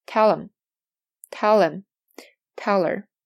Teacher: 如果它前面是一个辅音结尾，那么我们就要把这三个词开头的这个辅音去掉 · Term: 连读